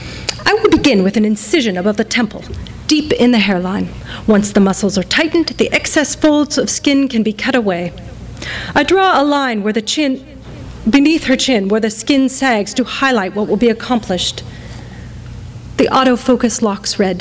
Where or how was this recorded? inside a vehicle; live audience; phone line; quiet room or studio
live audience